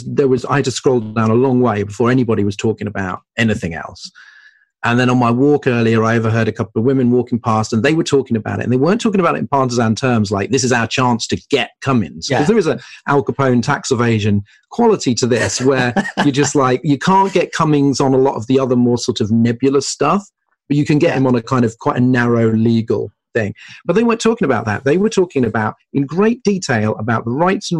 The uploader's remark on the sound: Recorded on Zoom at 1pm today.